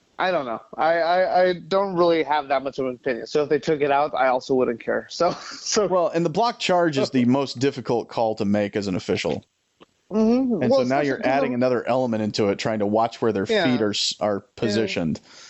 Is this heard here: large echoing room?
no